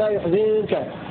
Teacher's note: قرأ نافع بضم الياء وكسر الزاي في لفظ يحزن